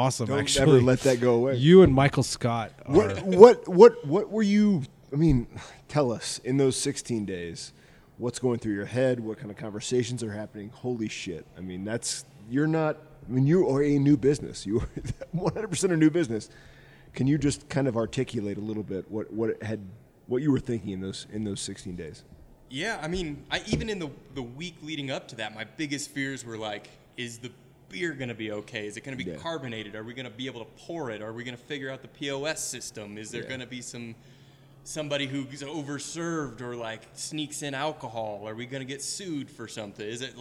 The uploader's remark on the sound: We got back together at Barquentine Brewing. After three months of Zoom interviews, we got back together at Barquentine Brewing.